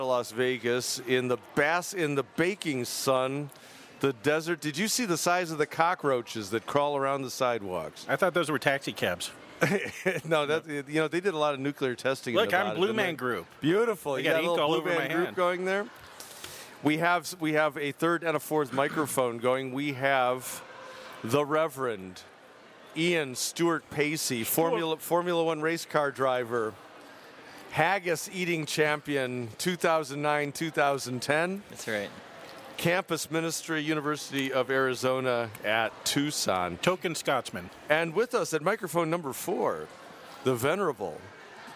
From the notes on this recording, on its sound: Recorded at the Higher Things Coram Deo conference on the campus of UNLV. The second hour of our special Las Vegas edition recorded at the Higher Things Coram Deo conference on the campus of UNLV.